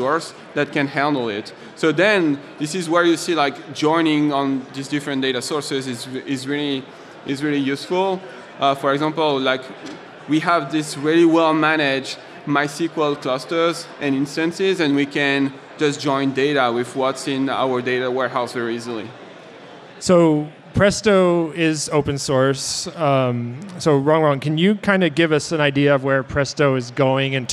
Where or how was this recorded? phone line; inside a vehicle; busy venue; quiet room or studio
busy venue